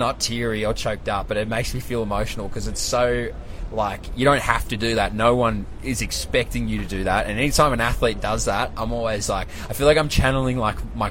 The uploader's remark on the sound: LIVE FROM THE WORLD CHAMPS